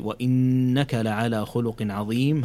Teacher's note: هذه نون مشددة فيها الغنة بمقدار حركتين